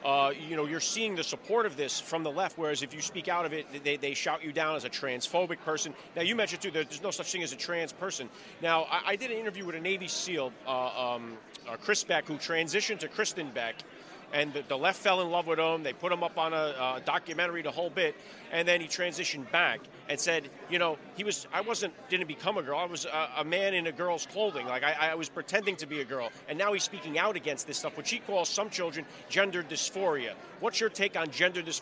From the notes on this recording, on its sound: was Live at CPAC in Washington DC to interview the speakers